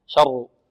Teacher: الشين ماذا؟ مرقة والراء مفخمة، شر، شر، لا نقول شر، شر تكرر، نقول شر تكرار أو شر، شر مرقة الراء لا تتكرر ولا ولا ماذا ولا ولا ترق، شر.